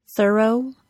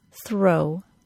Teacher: I say the R sound is a schwa plus R because it creates a syllable. If the word thorough were pronounced as the regular R sound and not schwa plus R, we'd have a different word completely.